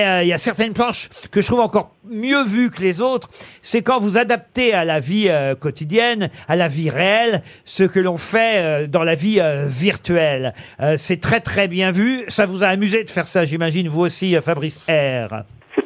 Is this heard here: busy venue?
no